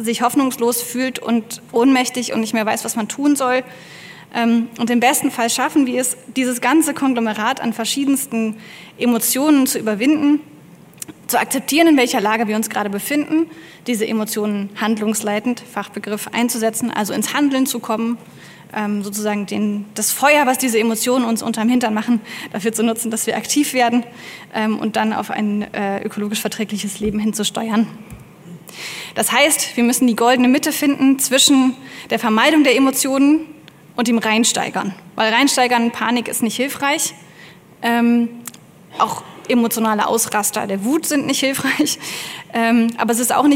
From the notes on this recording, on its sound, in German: Gibt es einen einen Ausschnitt ihre Vortrages. Am Klimagipfel in Linz.